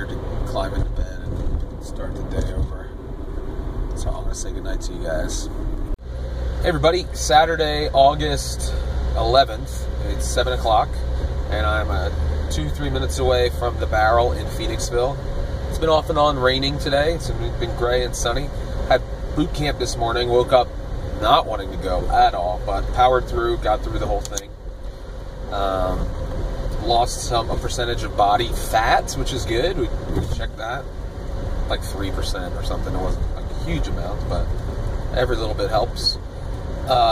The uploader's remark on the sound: I spend a lot of time in the car (as usual) driving to my various income-generating endeavors.